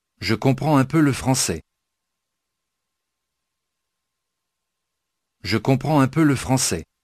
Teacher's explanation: Once again, the le was reduced and tacked on to the preceding word.